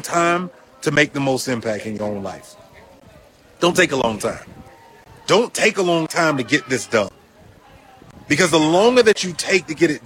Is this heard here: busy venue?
yes